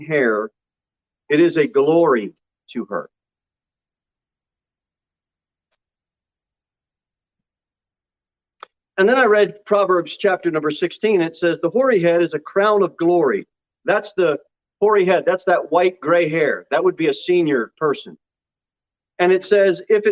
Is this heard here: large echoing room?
yes